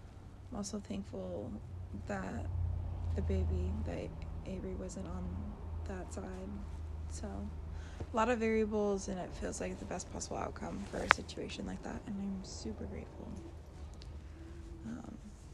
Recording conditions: sounds in the background